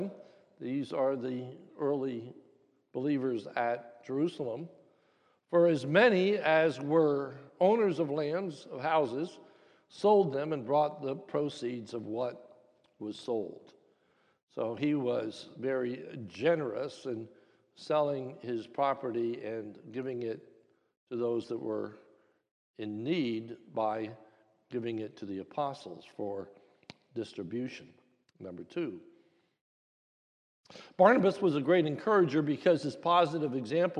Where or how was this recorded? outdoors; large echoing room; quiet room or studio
large echoing room